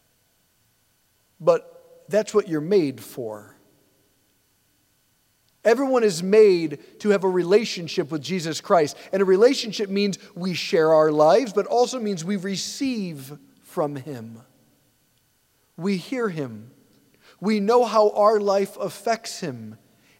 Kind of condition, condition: setting, large echoing room